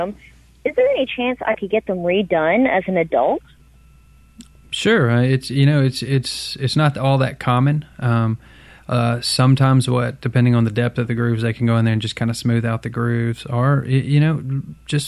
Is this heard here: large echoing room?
no